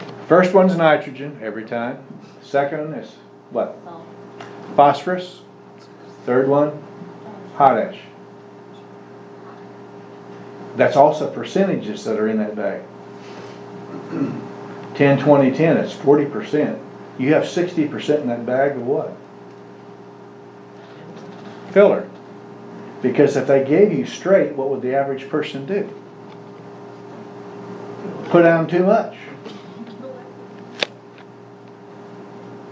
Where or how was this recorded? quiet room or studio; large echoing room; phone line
large echoing room